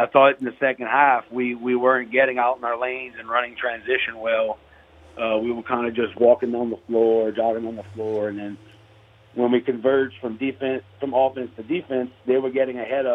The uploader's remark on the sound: we go to the phone lines